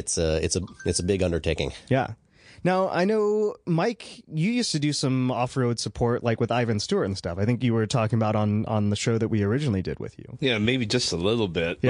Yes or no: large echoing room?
no